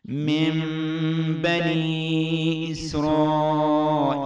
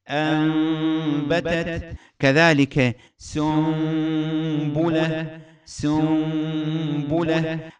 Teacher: هذه النون أو التنوين تقلب إلى ميم مع غنة، تقلب هذه النون أو التنوين إلى ميم مع غنة. · Term: الإقلاب